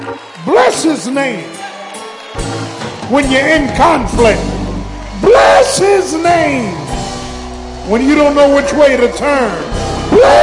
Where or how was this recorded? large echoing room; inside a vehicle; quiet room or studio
large echoing room